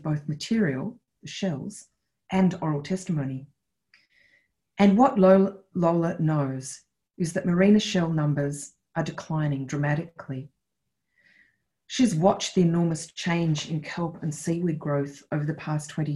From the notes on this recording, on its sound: This event was held via Zoom on Thursday 15 October, 2020.